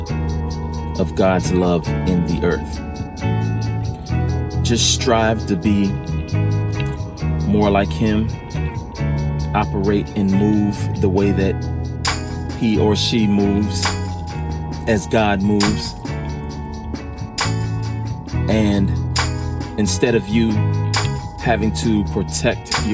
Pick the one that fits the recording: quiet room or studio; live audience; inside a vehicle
inside a vehicle